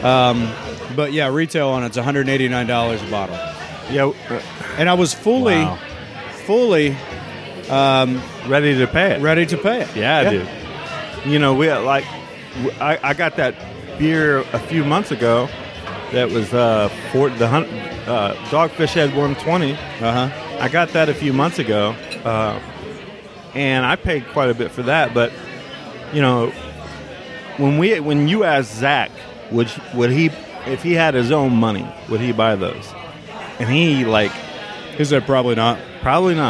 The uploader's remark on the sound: podcast recorded at the 11th annual Santa Pub Crawl in the Oregon District in Dayton, Ohio